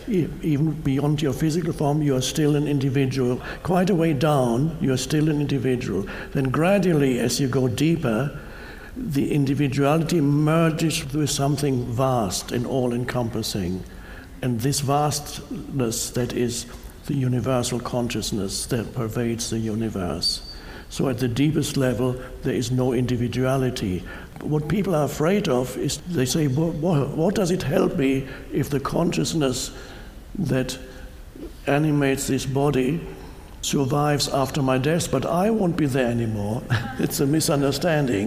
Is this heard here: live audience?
yes